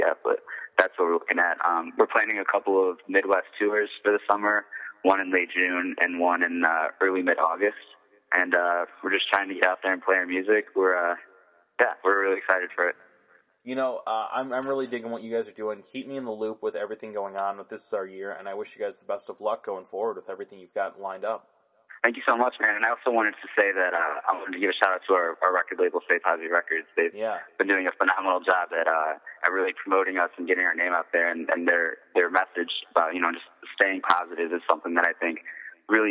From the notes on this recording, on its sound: The artist calls into CVU